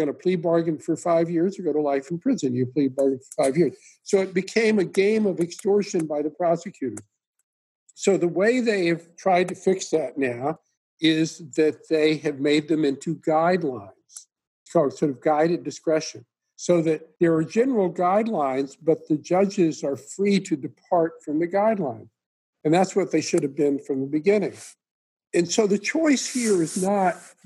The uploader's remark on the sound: Zoom conversation